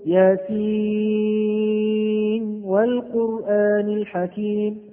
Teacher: والرواية فيهما بالإظهار في ياسين والقرآن ونون والقلم